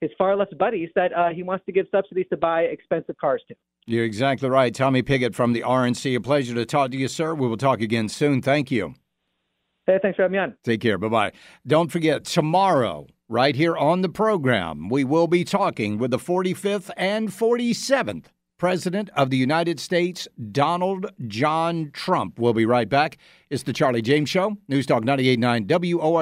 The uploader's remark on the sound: joined us on the phone